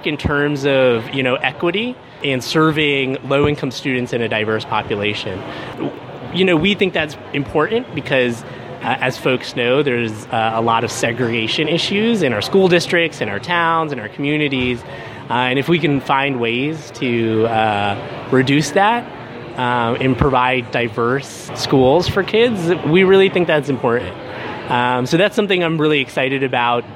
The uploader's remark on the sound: goes live at the National Charter Schools Conference in Austin, Texas